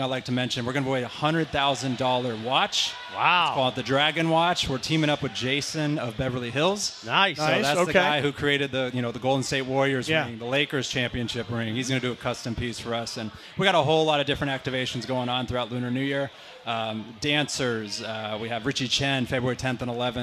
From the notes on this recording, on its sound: Live from Yaamava.